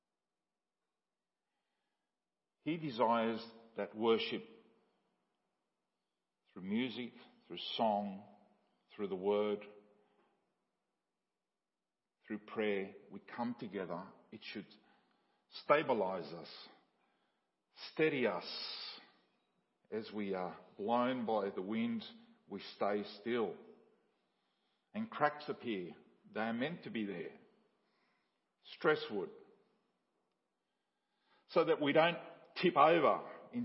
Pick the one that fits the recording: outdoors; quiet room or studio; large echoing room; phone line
large echoing room